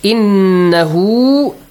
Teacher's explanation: Make sure you have a wow, a baby wow, a tiny wow. Right after the ha. You? Stretch it.